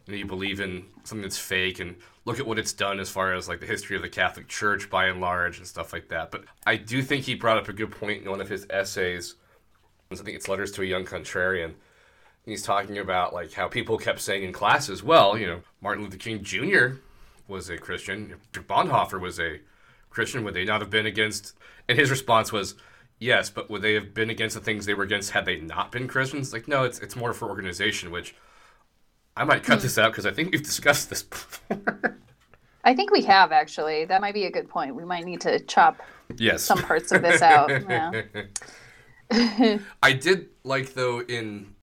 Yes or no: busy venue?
no